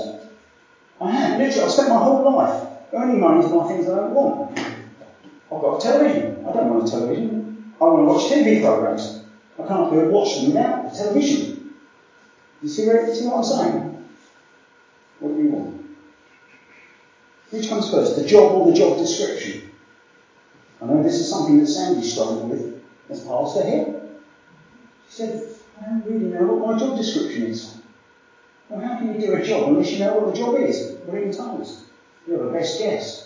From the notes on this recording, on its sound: Apologies for poor sound quality in this recording.